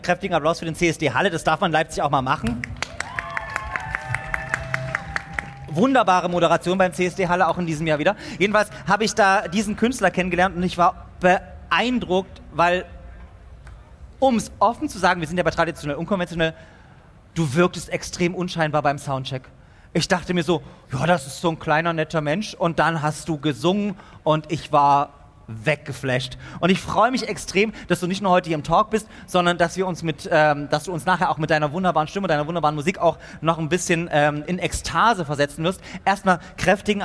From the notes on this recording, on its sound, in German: Live-Podcast. Zum Pre-Opening des CSD Leipzig auf dem Augustusplatz.